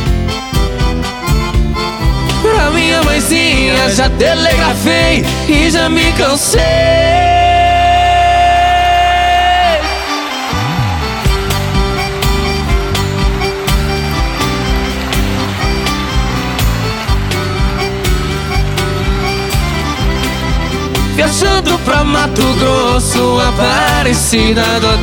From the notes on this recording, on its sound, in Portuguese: Álbum gravado ao vivo em 2019